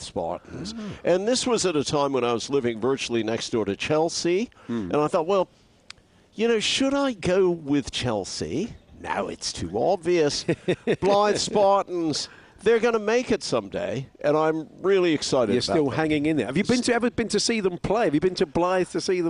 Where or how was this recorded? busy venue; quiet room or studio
busy venue